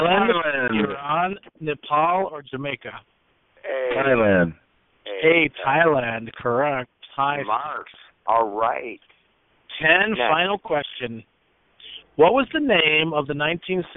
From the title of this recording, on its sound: Conference Call